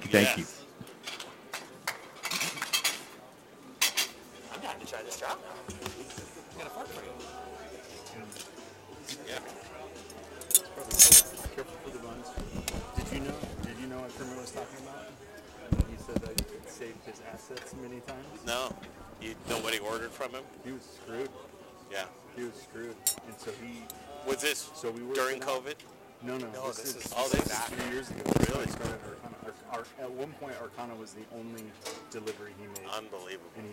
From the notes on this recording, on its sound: Night two of the Fall Dinner Series. Cooking live from Logan Street Denver and Carboy Winery tonight!